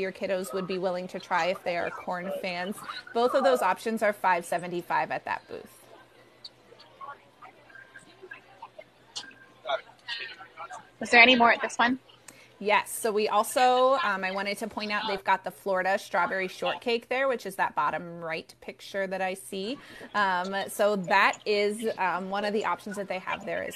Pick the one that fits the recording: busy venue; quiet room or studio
busy venue